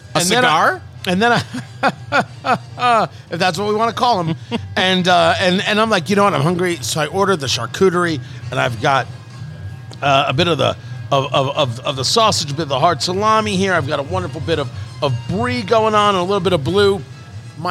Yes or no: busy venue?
yes